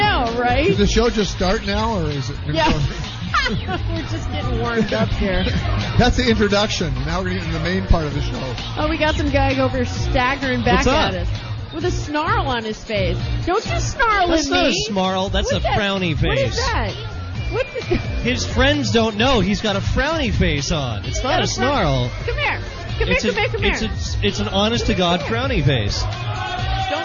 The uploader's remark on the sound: broadcast live from the House of Blues in Anaheim.